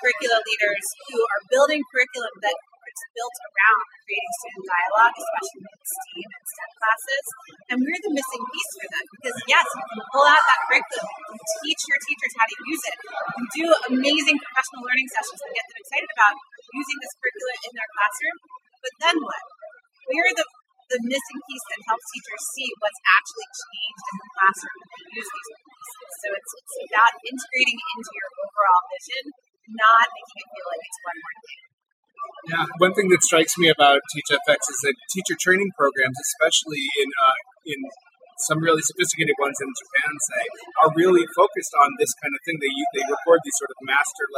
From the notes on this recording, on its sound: Postcards from StartEd's NY Edtech Week. This was a crowded event, and the audio quality of the interviews can be spotty at times.